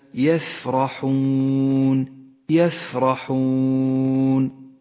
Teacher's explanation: احرص على صفة الهمس لحرف الفاء في كلمة يفرحون، يفرحون، فإنه يغدو بهذه الصفة أكثر وضوحا وقوة.